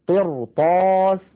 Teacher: لاحظوا هذه الراء أيضا ساكنة قبلها مكسور بعدها حرف استعلاء وهو الطاء غير مكسور الطاء، فلذلك نفخمها تأثرا بجارتها الطاء المفتوحة. إذن هذه هي الحالات التي تفخم فيها